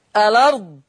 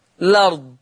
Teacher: يبقى إذا جاء بعد همزة الوصل حرف ساكن نقلت إلي حركة الهمز، فيجوز للقارئ عند البدء إثبات همزة الوصل أو حذف همزة الوصل والبدء بالحرف المحرك